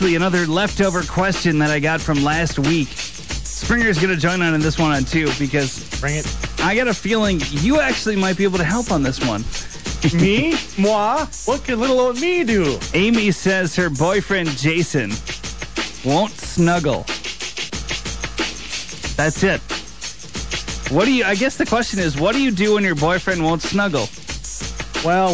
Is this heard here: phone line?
yes